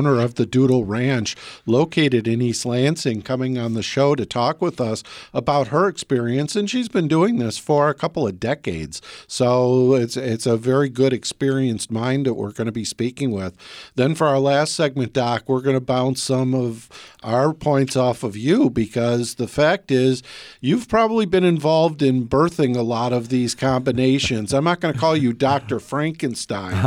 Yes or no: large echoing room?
no